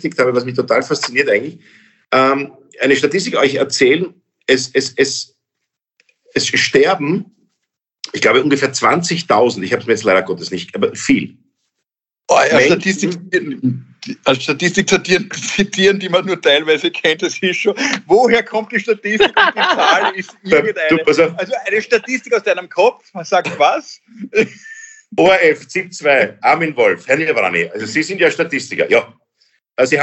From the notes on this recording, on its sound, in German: finden ihr Publikum auch, indem sie einander via Skype am Abend beim Reden zusehen